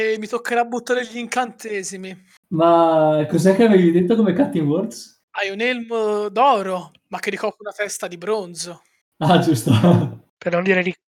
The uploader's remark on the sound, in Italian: Purtroppo la qualità audio non è delle migliori, siamo dei poracci e giochiamo via Discord registrando con "Craig Records!", ma dovreste aver già notato dei miglioramenti!